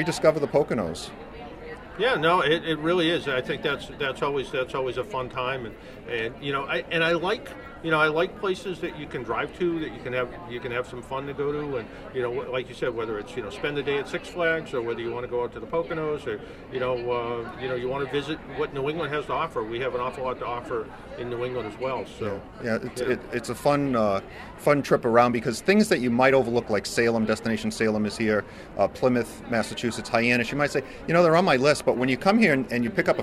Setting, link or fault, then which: setting, busy venue